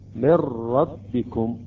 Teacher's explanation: النون أضغمت في الراء أصبحت راء مشددة